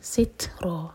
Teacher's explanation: پہلے آ رہی ہے من دونہا سترا تا پر سکون تو تا پر ہمس کریں گے سانس کو جاری رکھیں گے اور را ہیوی سترا آئی 91 كَذَلِكَ ذَال کی سٹریچ کے